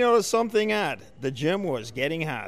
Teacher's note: We have two good tokens of fronted ah, the bot vowel there.